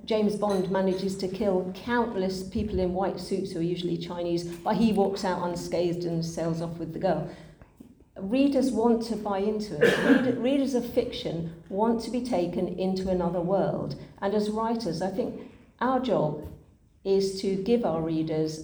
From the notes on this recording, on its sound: The first panel from the Darkside of Brighton held on the Old Ship Hotel on 28th October 2023.